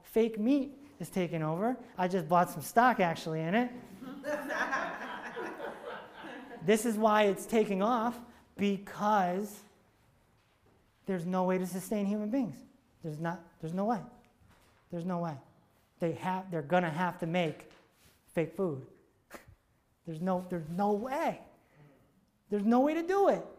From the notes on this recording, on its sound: This episode is from a live seminar he did in front of 50 people at the BRIDGE Healing & Arts Center in Farmington, CT on May 8th 2019.